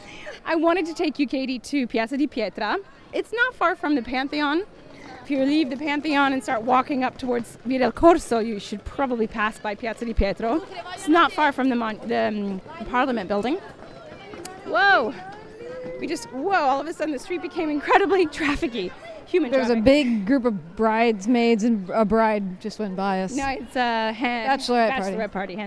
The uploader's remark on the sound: This week, we hit the streets of Rome with our recording equipment to search for ancient artifacts or “ spoglie ” hidden in plain sight.